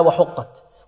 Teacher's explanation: وحقت، الحاء ماذا؟ مرقة وقاف مفخمة